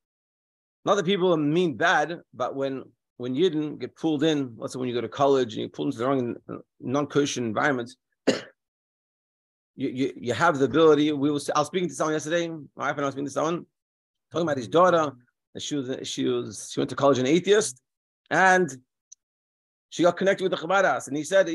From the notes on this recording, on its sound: Daily Zoom Shiur.